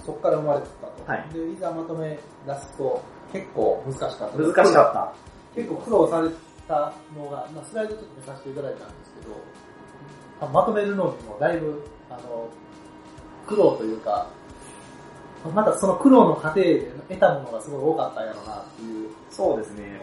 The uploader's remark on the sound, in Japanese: いつものスタジオが借りることができなかったので音質悪めです